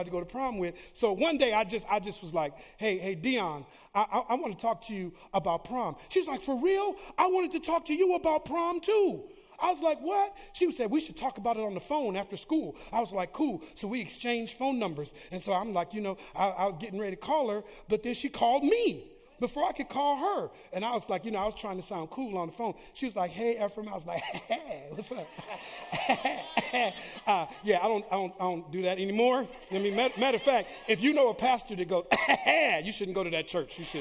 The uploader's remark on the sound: Live Recording: 2/25/2024 - 10:30am Service